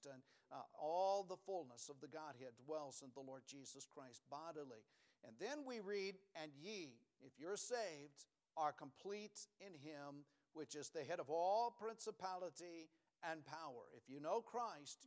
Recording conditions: large echoing room